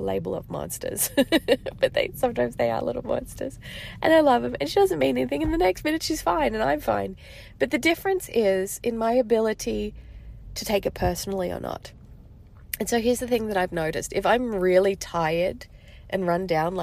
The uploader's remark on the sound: This episode is pretty raw and has been recorded on my phone, in the car, outside of Target in Las Vegas. I left my house to take a drive and get some space.